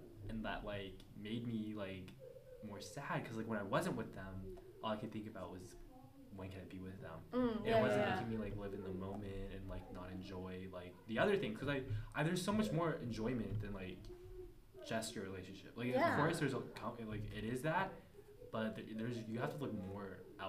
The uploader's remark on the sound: sorry for thuds and background noises